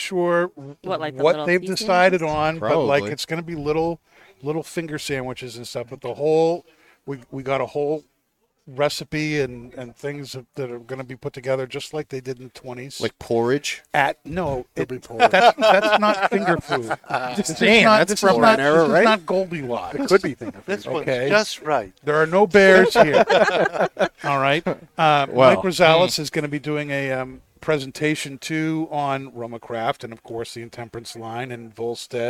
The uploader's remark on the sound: Recorded live from the 7-20-4 Lounge!